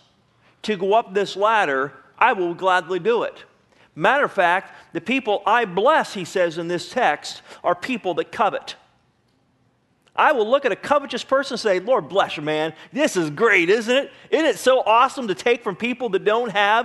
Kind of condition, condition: setting, large echoing room